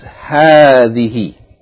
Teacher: Even though the word has a single fatha, but it's pronounced as though it's fatha alif.